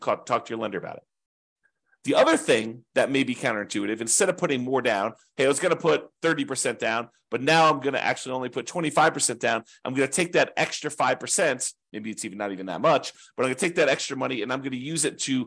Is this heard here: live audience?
no